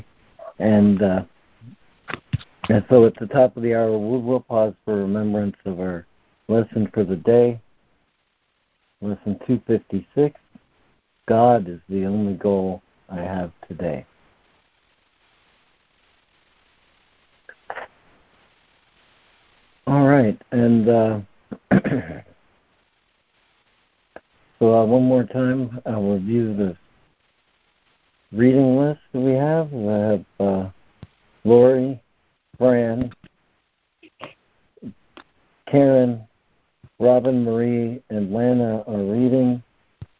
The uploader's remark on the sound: ACIM Daily Conference Call.